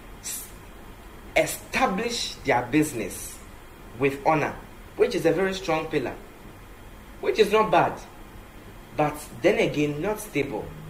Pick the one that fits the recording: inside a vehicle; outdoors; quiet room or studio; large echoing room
large echoing room